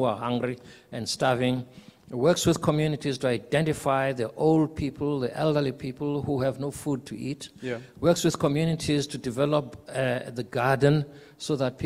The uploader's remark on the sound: We are still coming to you live from Durban at the Coastland Musgrave Hotel where the National Lotteries Commission is welcoming its newly elected board chairperson.